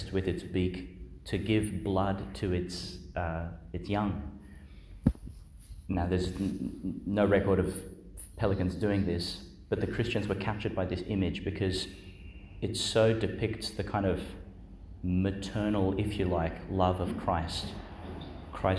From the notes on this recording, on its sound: Delivered Our Lady Star of the Sea Church, Gladstone, Qld.